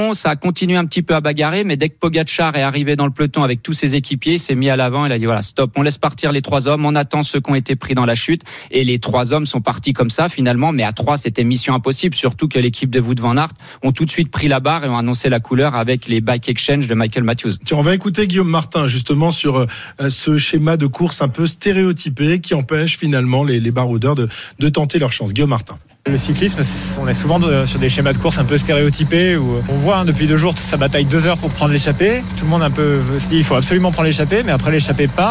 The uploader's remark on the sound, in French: En direct de Copenhague